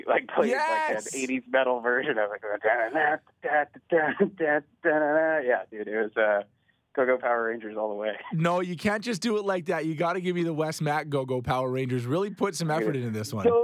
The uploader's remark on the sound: He called in today to chat about it